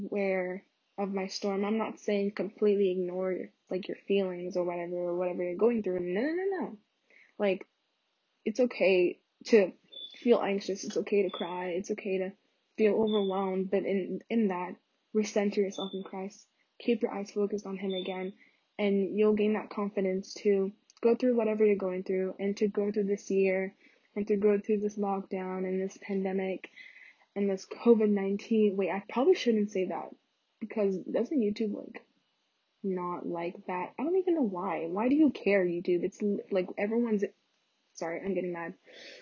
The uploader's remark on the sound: sry y'all the audio is pretty trash in this one